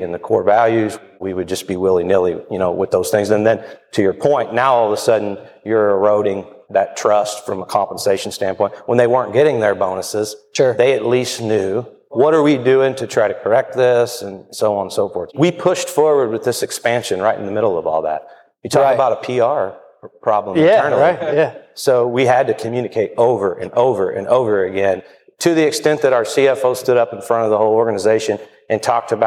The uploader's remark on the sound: Today’s episode of MakingChips is recorded at a special LIVE Tri-State Manufacturing Alliance (TSMA) event in conjunction with the Evansville Regional Economic Partnership.